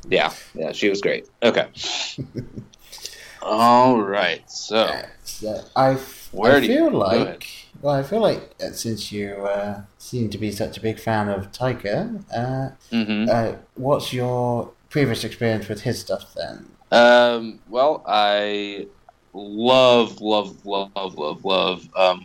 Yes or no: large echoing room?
no